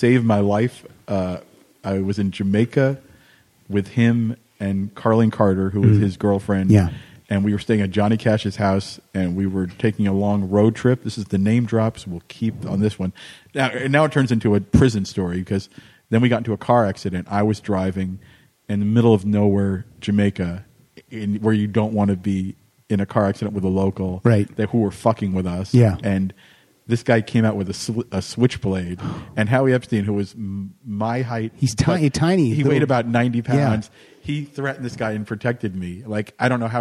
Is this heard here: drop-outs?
no